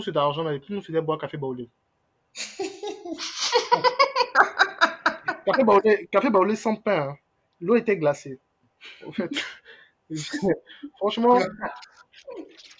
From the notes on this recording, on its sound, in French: Ce podcast est enregistré à distance, veuillez-nous excuser pour la qualité du son.